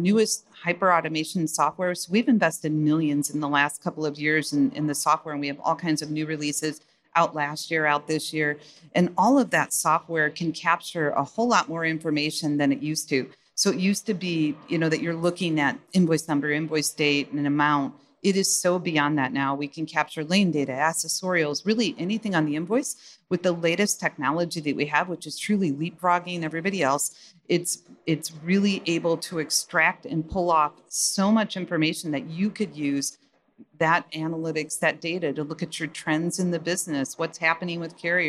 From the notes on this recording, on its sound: In this fireside chat on day 2 of F3.